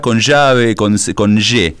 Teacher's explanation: it's got that sh sound for the Y and the double L · Term: Rio Platense porteño